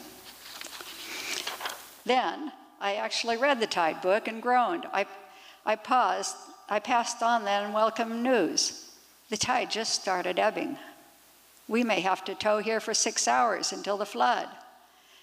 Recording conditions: live audience